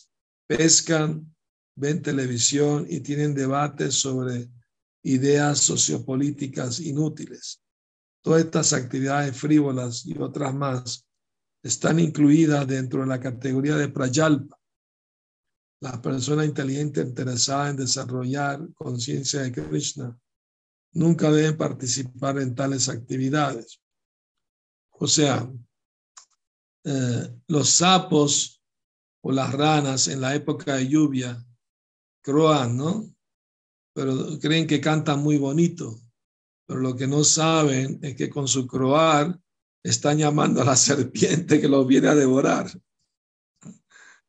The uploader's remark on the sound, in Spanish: Conferencia por ZOOM